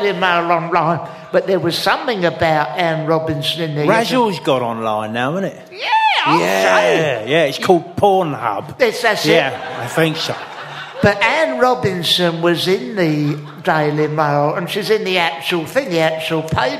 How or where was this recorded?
live audience